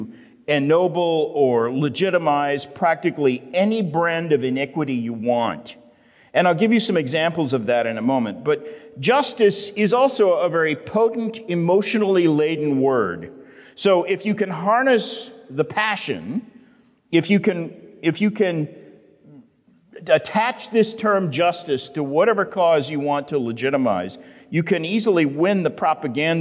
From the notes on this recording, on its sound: The Great Awokening Conference, Session 10.